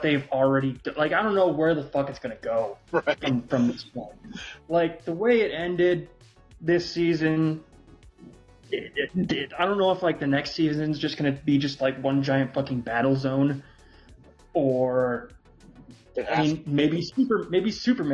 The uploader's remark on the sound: We are working with what we have now. We are recording from 2 sides of the country. I assure you our audio will get better.